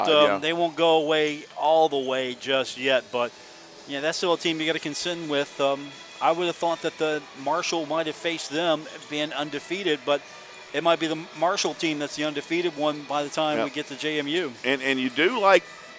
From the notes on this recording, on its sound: live from the Cam Henderson Center on the campus of Marshall University for today's show